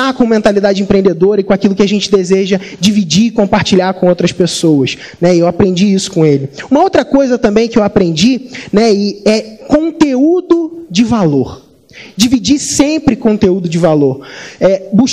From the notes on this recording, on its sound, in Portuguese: Nesse Podcast você vai ouvir uma palestra que fiz no nosso evento ao vivo, o Mentalidade Empreendedora Summit.